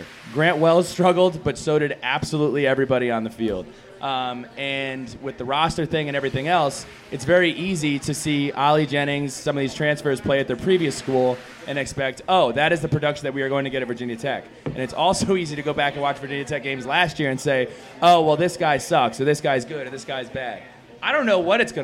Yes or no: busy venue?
yes